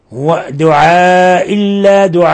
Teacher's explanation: حينما وقفنا على تنوين الفتح لابد أن نبدل ألفا، ونبدل ألفا مقدارها حركتين